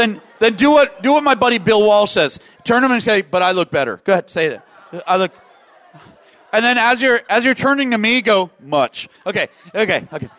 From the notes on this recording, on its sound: VoiceAmerica Talk Radio Live from NetMob Premiere™.